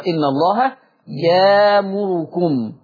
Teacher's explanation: لما نبص على همزة ساكنة أخرى، إن الله يامركم، هي يأمركم، يامركم هتبدل الهمزة الساكنة بألف لأن الياء مفتوحة، لأن الياء مفتوحة فتقرأ إن الله يامركم.